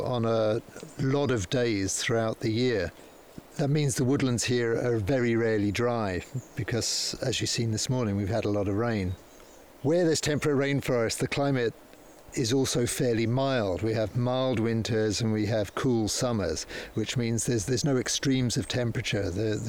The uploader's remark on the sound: Recorded on site at Tanish National Nature Reserve